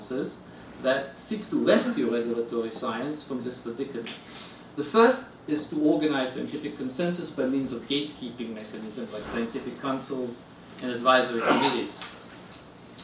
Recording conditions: live audience